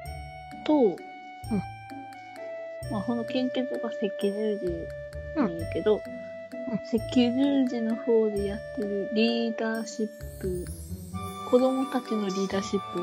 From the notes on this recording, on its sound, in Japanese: 音小さいですが、ご了承ください。